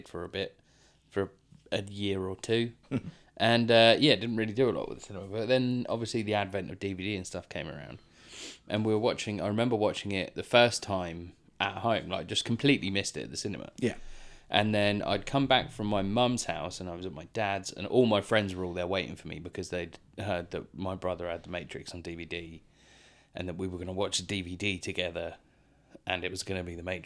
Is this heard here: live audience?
no